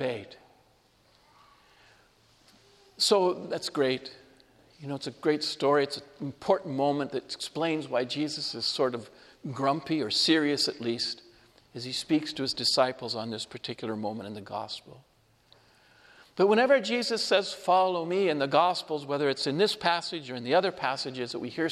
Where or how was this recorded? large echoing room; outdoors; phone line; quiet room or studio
large echoing room